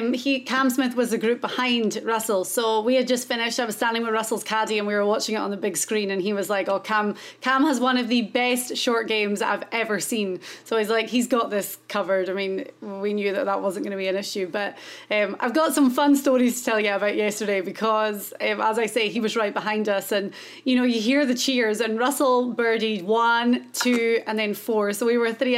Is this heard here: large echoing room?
no